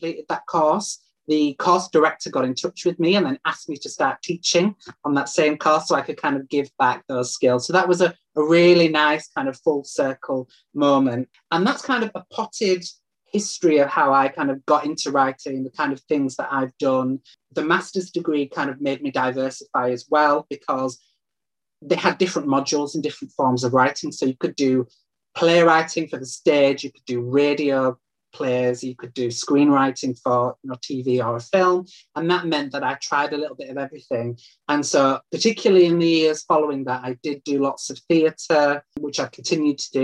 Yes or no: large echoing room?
no